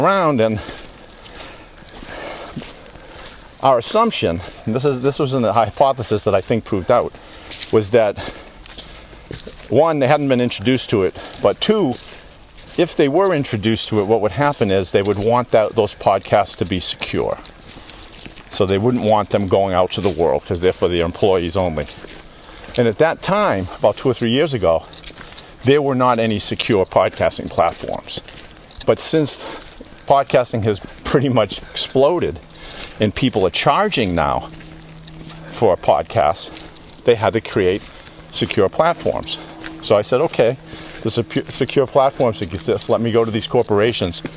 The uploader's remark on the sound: Takin A Walk. Walk and talk at Tower Hill Pond in New Hampshire.